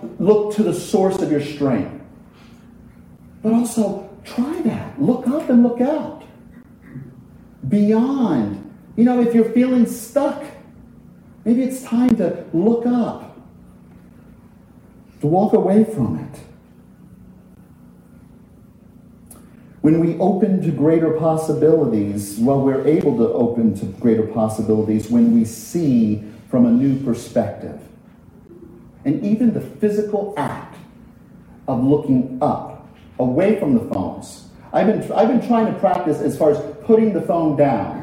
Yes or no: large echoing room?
yes